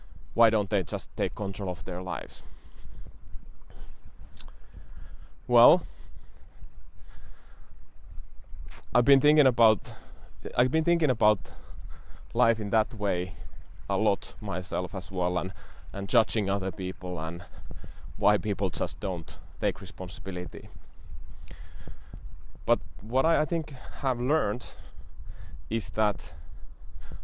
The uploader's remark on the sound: I am also trialing a new format of walk & talk in the nature.